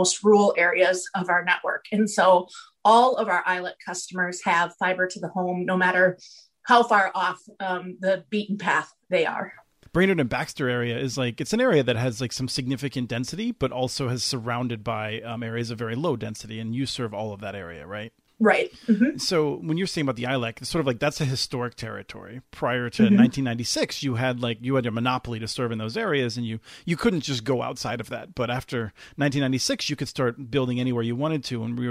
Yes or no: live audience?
no